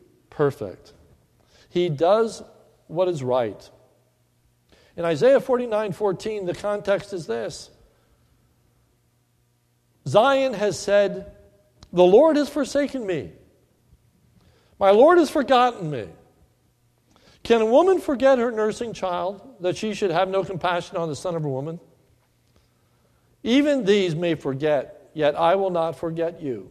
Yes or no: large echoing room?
yes